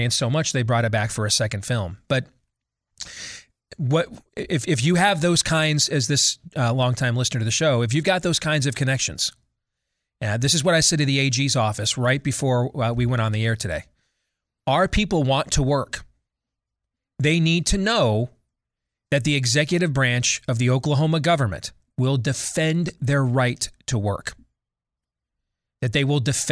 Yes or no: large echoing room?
no